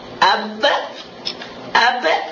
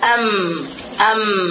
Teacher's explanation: Abba, ba itu lebih kuat tekanannya, pertemuannya daripada mim.